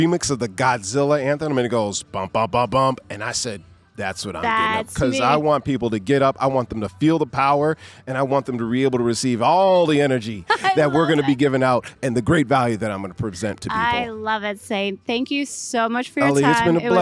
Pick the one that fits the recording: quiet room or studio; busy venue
busy venue